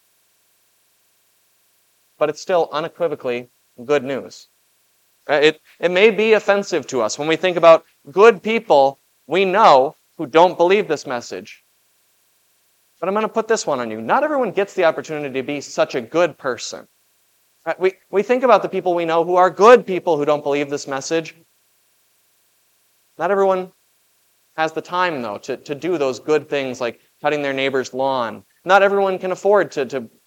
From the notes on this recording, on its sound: Was preached at Grace of God Lutheran on June 25, 2023. This Sunday sermon, based on Matthew 10:32-39, was preached at Grace of God Lutheran.